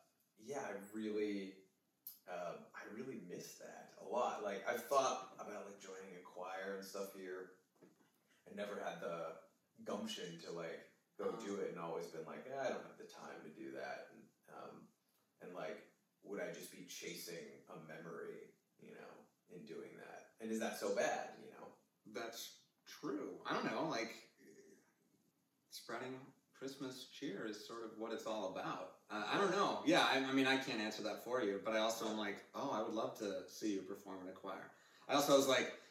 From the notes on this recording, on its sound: The audio isn't the best, my apologies.